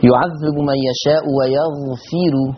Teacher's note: يعذب من يشاء ويغفر، لا ننسى ترقيق الراء